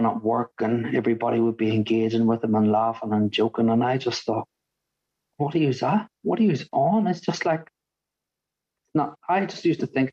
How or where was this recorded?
video call